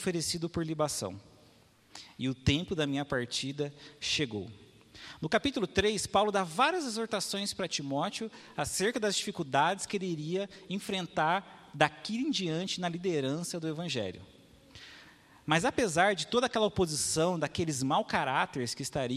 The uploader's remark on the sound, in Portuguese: Mensagem gravada na Igreja Batista Jardim Minesota